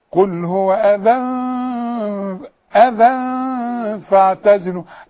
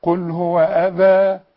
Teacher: الفتحتين دول اللي على الذال دول يدوكي الف كاملة عند الوقف · Shown in: second take